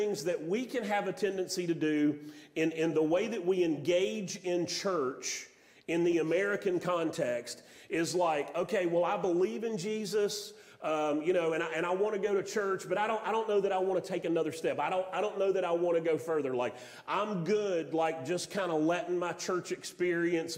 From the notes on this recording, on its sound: Sermon audio from Mission Church in Locust, NC.